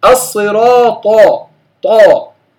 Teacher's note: اللسان ارتفع يعني حتى حاذى الحنك الأعلى أو التصق منه طائفة بالحنك الأعلى وانحصر الصوت بين اللسان وبين الحنك الأعلى لا يخرج عنهما